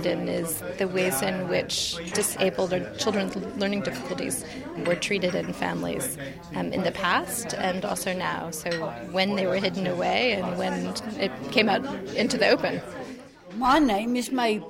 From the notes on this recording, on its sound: recorded at the Social History of Learning Disability Conference in July 2009